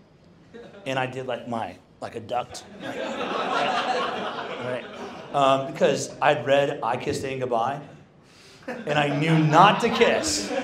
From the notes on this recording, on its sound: hosted on the night before Stand Firm Conference 2023 at a bespoke Men's Muster held in Fortitude Valley, Brisbane.